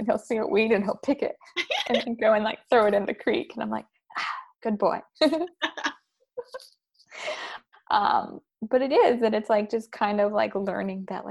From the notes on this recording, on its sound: This is much less an interview and more a besties virtual hangout since we just hopped on zoom with a couple talking points and just chatted as normal!